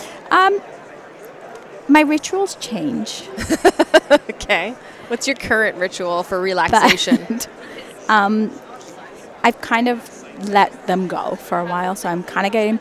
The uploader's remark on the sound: It was recorded live at the Ontario Dental Association meeting in Toronto, live on the trade show floor.